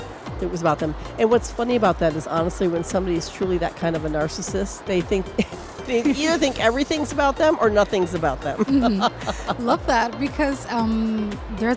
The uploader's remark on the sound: Live from SIBF 2023